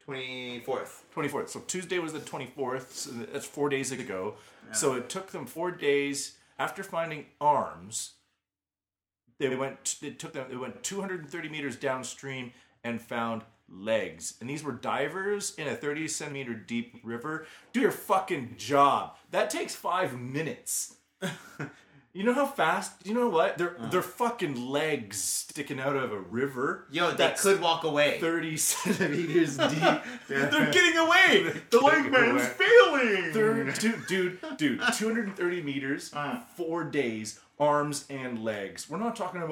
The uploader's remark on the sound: This weeks show is cut short cuz we are having technical difficulties with our mic, we have learned the hard way that microphones can't swim in booze….